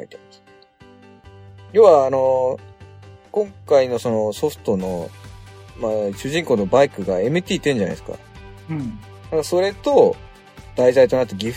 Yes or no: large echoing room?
no